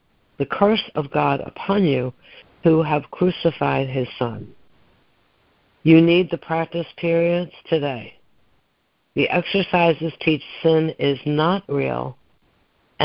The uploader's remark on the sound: ACIM Daily Conference Call.